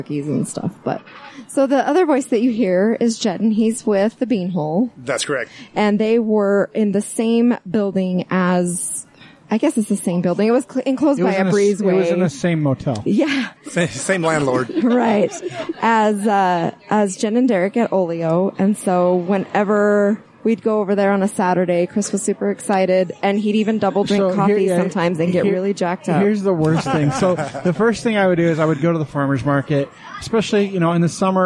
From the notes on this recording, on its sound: It's a live show in the record breaking heat at the start of June.